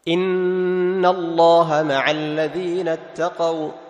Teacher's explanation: لاحظ النون مشددة فتعطيها غنة بمقدار حركتين · Term: غنة تامة